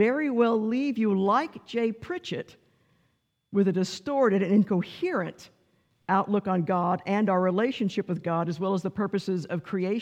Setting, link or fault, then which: setting, large echoing room